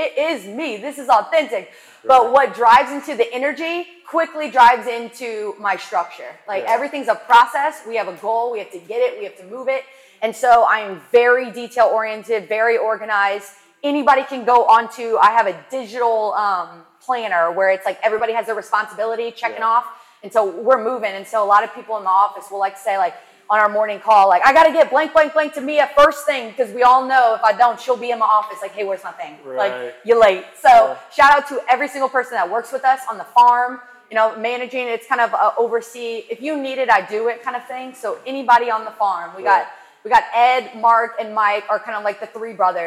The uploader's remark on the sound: LIVE at the Beckham Hotel. Recorded in front of a live audience.